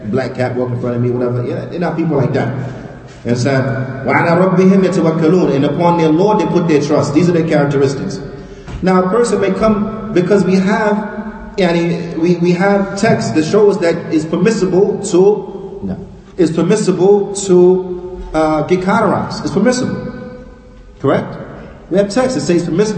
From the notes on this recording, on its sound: Lecture given at Masjid Nur Allah, Queens, NY